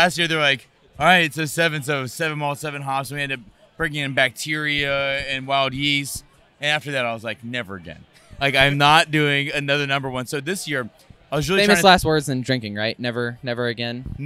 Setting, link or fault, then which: setting, busy venue